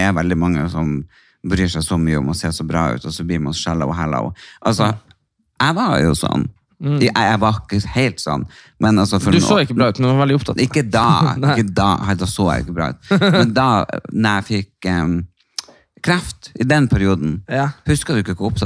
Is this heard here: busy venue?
no